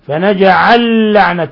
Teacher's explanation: أدغمنا اللام الأولى في اللام الثانية، هذا إدغام يسمى إدغام متماثلين. إذا اجتمع متماثلان الأول ساكن والثاني متحرك يدغم الأول في الثاني، هذا معروف عند القراء.